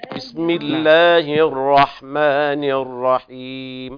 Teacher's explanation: فخم الراءات، لأن ورشي يقرأ بالترقيق بس ما في هذه الراءات، هذا متفق على تفخيمها